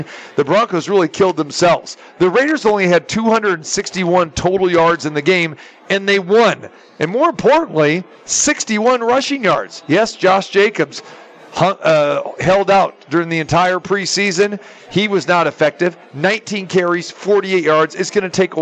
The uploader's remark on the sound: Live from the Super Book at the Westgate Las Vegas